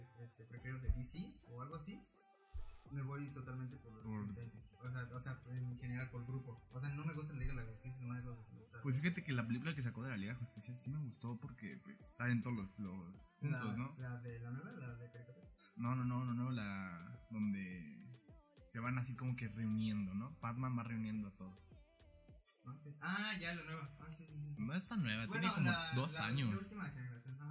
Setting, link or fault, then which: fault, poor sound quality